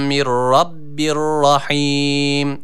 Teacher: mide boşluğundan gelen H olarak okunuyor. Dikkat ediyoruz, burada H harfi yok.